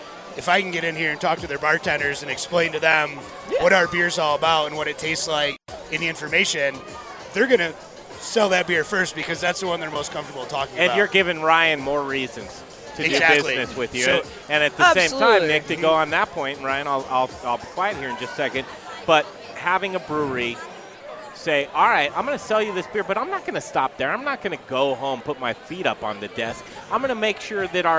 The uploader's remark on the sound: The Modern Drinker Show Live from Tap 14 downtown!